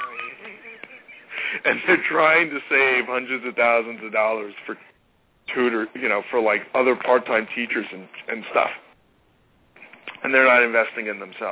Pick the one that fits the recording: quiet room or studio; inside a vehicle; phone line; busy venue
phone line